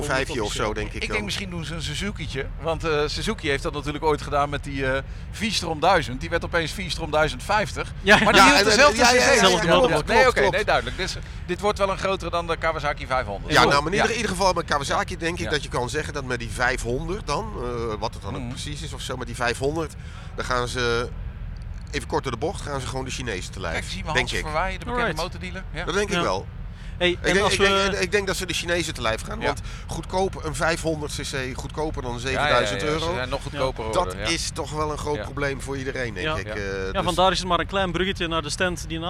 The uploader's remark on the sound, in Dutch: Motorbeurs Utrecht Special! Live opgenomen op Motorbeurs Utrecht 2024.